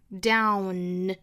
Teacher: 这个 down 和这个 drown 是一样的，也是双元音 ow。注意从第一个 a 过渡到 ow